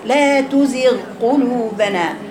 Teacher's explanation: اثر الاستعلاء بسيط في الغين كده لا تزغ قلوبنا مش تزغ زغ وما توقفيش عليها تعمليها